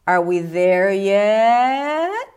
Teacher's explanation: at the end, there is a quite nice rise up. · Term: rising intonation